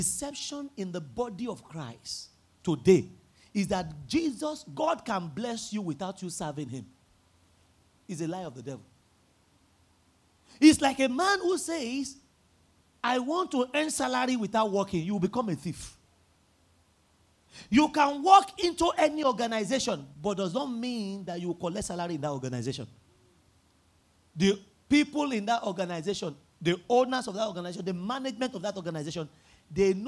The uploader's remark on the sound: at the 5 Sundays Turnaround Power of Prayer Service held at Royal Grace Chapel on 14th January 2024